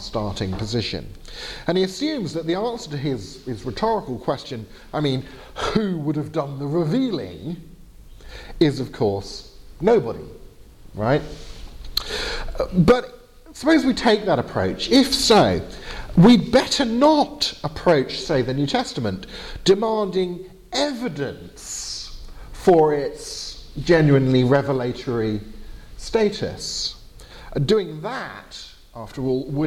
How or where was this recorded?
large echoing room